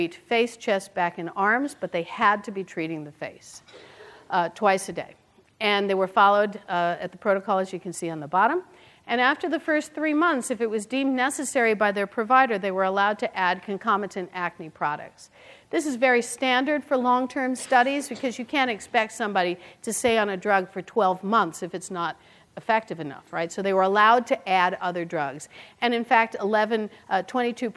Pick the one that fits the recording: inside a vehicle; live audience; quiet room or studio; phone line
live audience